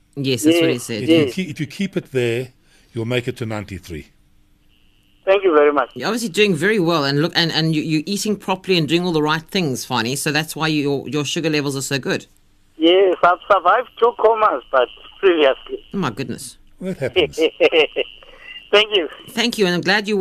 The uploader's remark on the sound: PHONE-IN